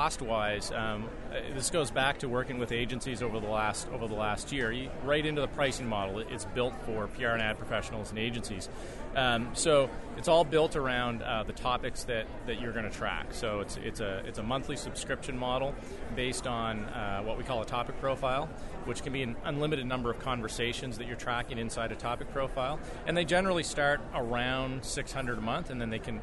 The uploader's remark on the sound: Live Recordings from Ad-Tech New York